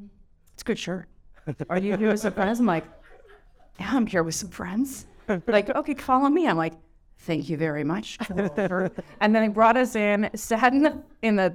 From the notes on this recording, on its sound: Nestled in Yorkville’s cozy and luxurious Kasa Moto restaurant. In front of an audience for another recording of Mission Critical live, presented by Veuve Clicquot.